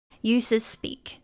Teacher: It's okay to connect the two S's here.